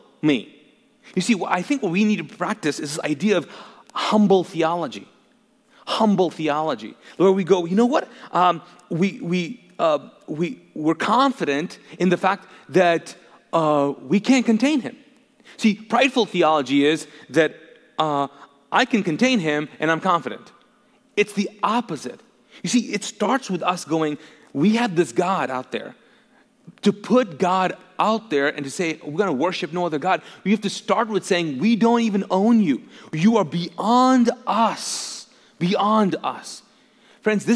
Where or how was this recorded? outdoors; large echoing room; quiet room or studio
large echoing room